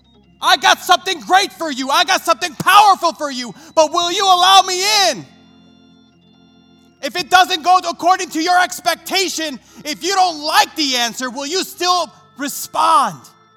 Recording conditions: large echoing room